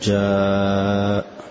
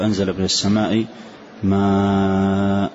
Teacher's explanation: كلمة يعني إذا أتانا حرف مد بعدها همزة فالمد هنا وجوبا، وهو الذي يسمى المد المتصل، مثل جاء حرف المد بعد همزة فنقول هذا مد متصل واجب المد، ومقدار المد فيه من 4 إلى 6 حركات وجوبا، فلا يقتصر على حركتين، ومقدار الحركة الواحدة بمقدار قبضة الأصبع وحلها، مثلا جاء تقول جاء، فكل قبضة حركة للأصبع، وتقول أنزل من السماء ما، هذا 4 حركات، تريد أن تزيد 6 وتقول أنزل من السماء ما، 6 حركات، وتقريبا كل حركة ثانية.